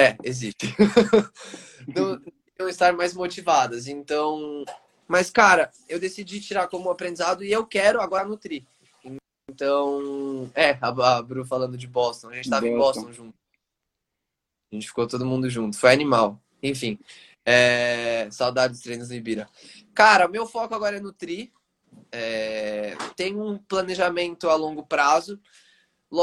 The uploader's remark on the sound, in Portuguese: durante uma live em nosso Instagram